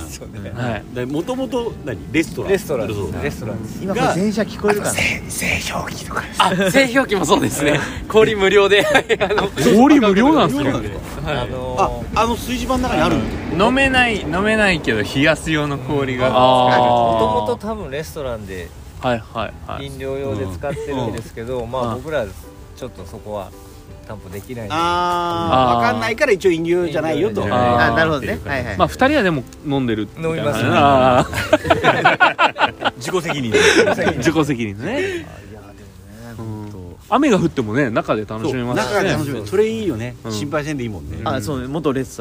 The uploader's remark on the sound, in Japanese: 村民と焚き火を囲みながら かしいのはまビレッジ（福岡）。今回は福岡市東区にある元遊園地のキャンプ場かしいのはまビレッジです。6人で焚き火を囲んでいます。